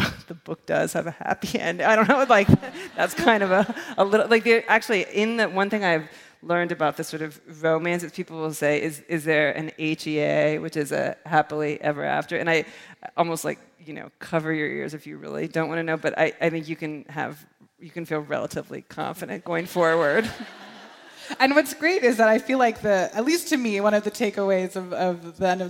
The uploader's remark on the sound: In front of a live audience at D.C.’s Sixth & I synagogue, in partnership with Politics & Prose.